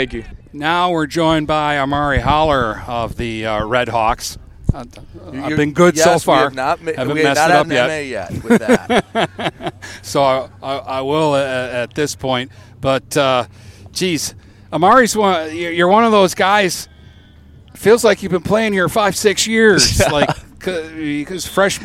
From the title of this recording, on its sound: Live From Port Huron High Football Camp!